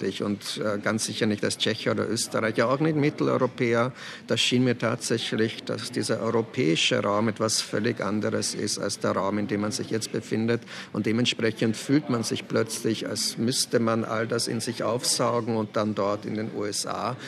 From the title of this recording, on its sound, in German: In Thomas Bernhards Wiener Stammcafé